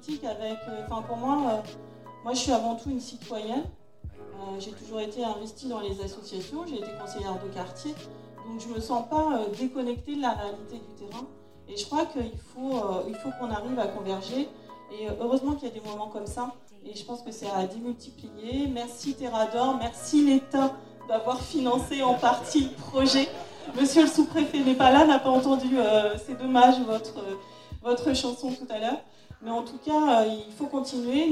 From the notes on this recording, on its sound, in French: Vous emmène avec eux à deux événements qui ont fait swinguer le Lot-et-Garonne. Les championnats de France de Beatbox sur la scène du Florida à Agen, ainsi que l’open mic de jeunes rappeurs suivi d’un débat avec des élus organisé par la Rock School à Marmande.